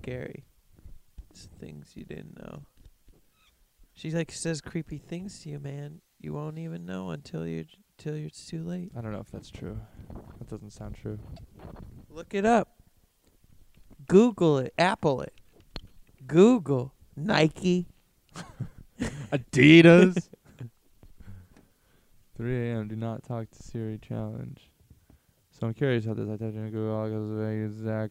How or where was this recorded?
outdoors